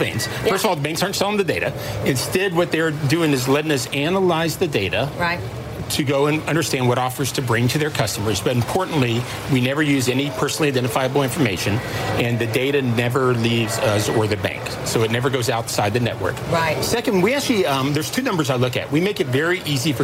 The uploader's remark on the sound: Live from the New York Stock Exchange.